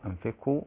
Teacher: القاف هنا مضمومة مفخمة ما تبقاش قريبة من الكاف